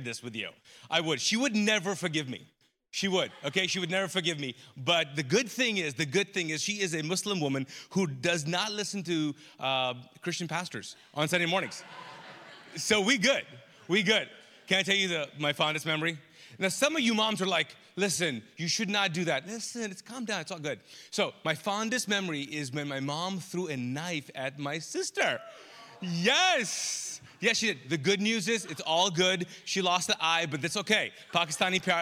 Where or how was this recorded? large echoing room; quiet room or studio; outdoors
large echoing room